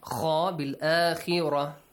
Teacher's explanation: kha is pronounced lightly here, but though it is a heavy letter